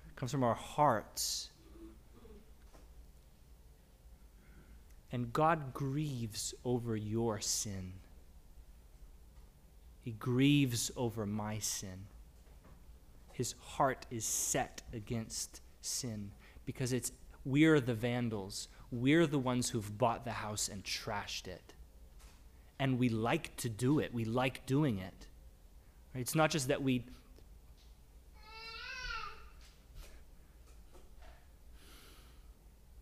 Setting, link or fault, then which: setting, large echoing room